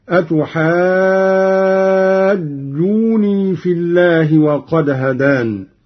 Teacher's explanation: قرأ قالون بتخفيف النون، ويصير مد الجيم مدا طبيعيا لا لازما هكذا: أتحاجوني في الله وقد هدان، بحذف نون الوقاية إحدى اللغات، والحذف لم يكن أولا هكذا قال الشاطبي.